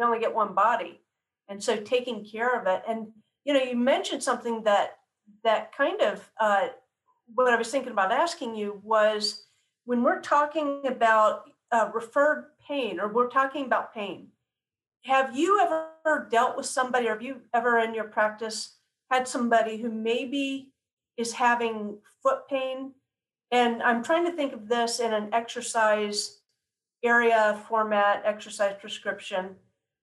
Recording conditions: video call